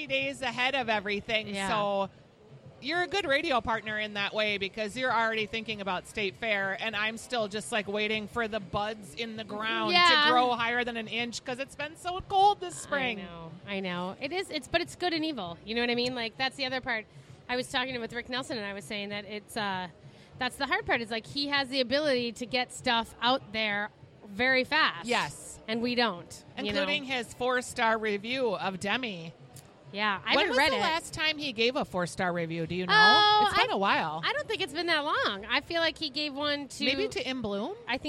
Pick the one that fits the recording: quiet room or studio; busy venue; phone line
busy venue